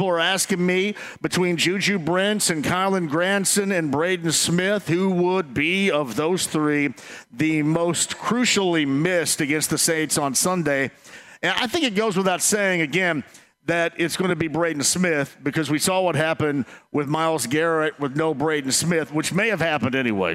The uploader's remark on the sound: Bud Light Blue Friday LIVE From Back 9! LIVE from Back 9 in Indy.